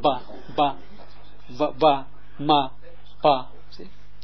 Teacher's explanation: En bilabiale betekent met twee lippen worden zij voortgebracht.